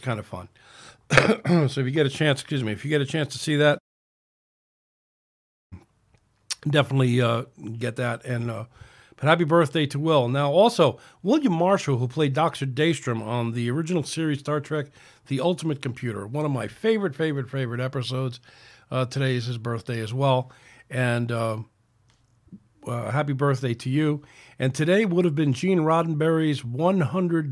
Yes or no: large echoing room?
no